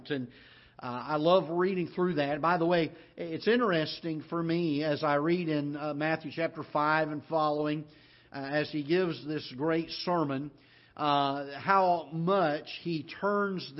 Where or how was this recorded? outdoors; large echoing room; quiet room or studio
large echoing room